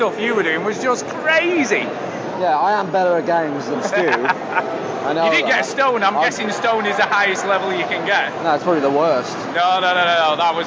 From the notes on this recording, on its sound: recorded a ton of audio of the guys on the show floor